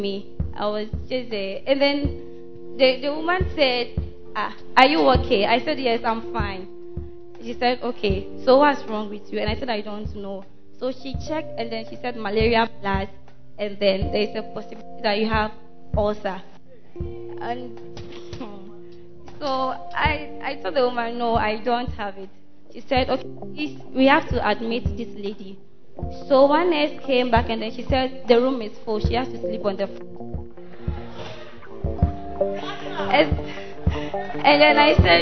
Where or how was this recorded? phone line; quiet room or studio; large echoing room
large echoing room